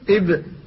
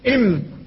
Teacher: لكن الباء بفتح الشفتين والميم بضمهما بالتقائهما